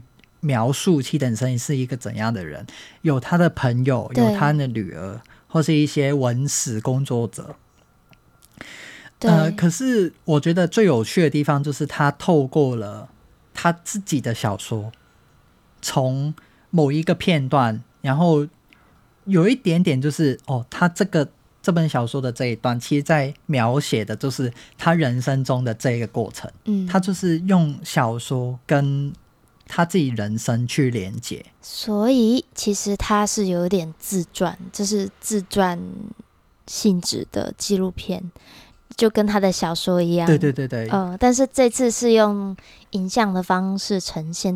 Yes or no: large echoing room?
no